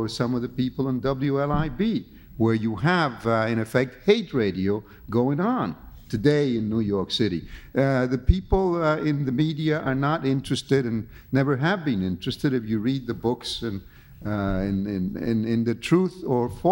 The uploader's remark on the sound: The conversation was recorded on April 8, 1992 at New York's 92nd Street Y.